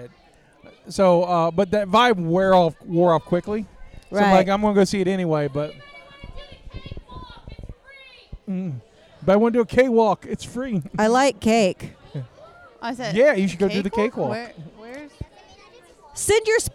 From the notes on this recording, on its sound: Cult Meeting LIVE from Horror Gras! Our first live episode recorded from our booth at Halloween Horror Gras! Answer your audience questions, and there's some special surprise guests on the mic.